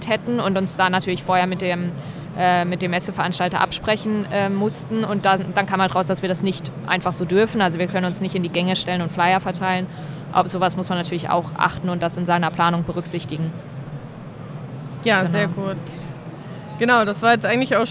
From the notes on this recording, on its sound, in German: Live von der Didacta in Stuttgart